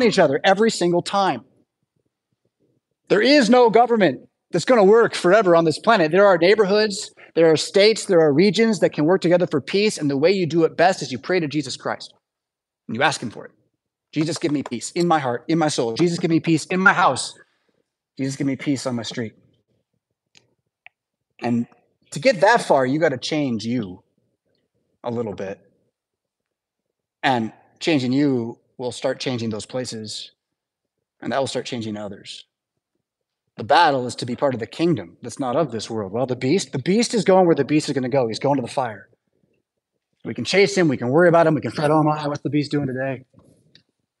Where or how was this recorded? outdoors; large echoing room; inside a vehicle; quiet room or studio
large echoing room